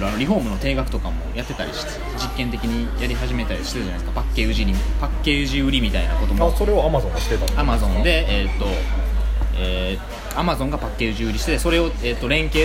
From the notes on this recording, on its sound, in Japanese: 雑音込みでお楽しみください。